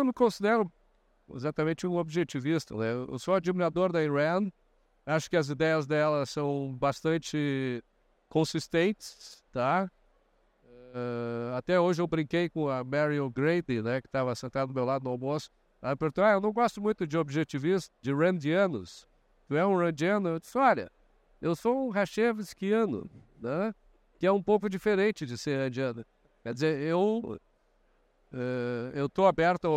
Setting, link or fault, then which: setting, busy venue